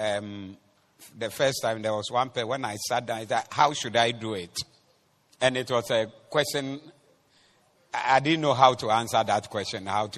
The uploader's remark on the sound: Preached at the Doxa Service 18022024